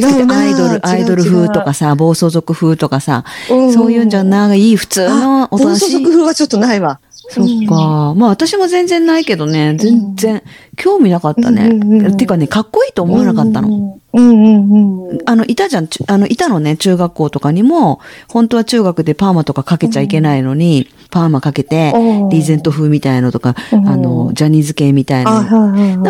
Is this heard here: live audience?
no